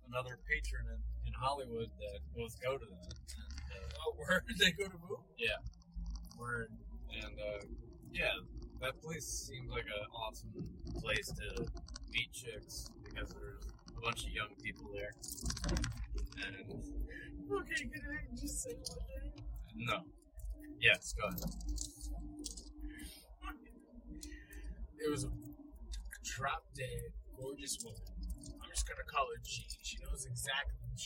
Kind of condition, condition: fault, background noise